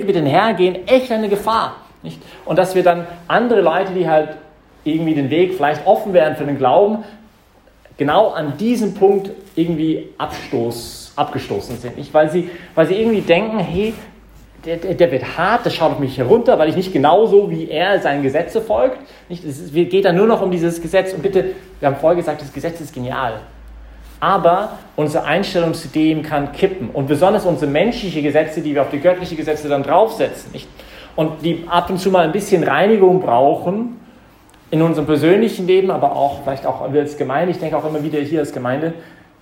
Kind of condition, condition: setting, large echoing room